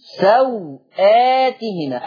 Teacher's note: الواو اللي قبل الهمزه مش هتتمد، قصر الواو يعني عدم المد مطلقا. لو انت بتقصر البدل اوعى تمد الواو.